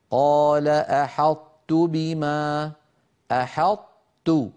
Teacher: يطبق المتكلم لسانه على طاء غير مقلقلة ثم يجافيه عن تاء متحركة · Term: إدغام ناقص